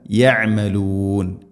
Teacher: ആയത്തിൻ്റെ അവസാനത്തിൽ മദ് ആരിദുൽ സുക്കൂൻ, രണ്ടോ നാലോ ആറോ ഹർക്കത്തിൻ്റെ ഖദർ നീട്ടാവുന്ന മദ്ദ്. മദ് ആരിദുൽ സുക്കൂൻ എന്ന് പറഞ്ഞാൽ ഇവിടെ യഅമലൂൻ മദ്ദിൻ്റെ അക്ഷരമായ വാവിന് ശേഷം നൂനിൽ ഫതഹാണ്, പക്ഷേ നമ്മൾ നിർത്തുമ്പോൾ സുക്കൂൻ വരുന്നു.